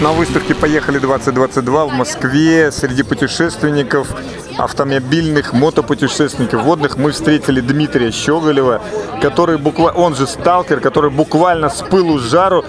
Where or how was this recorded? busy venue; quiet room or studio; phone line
busy venue